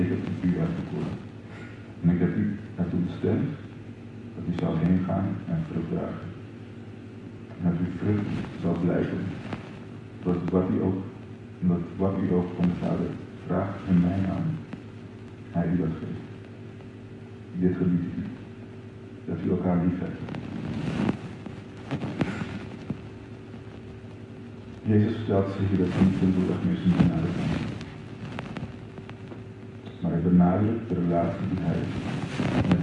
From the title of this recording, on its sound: slechte audio